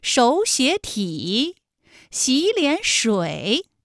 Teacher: 前两个字都是二声，第三个字是三声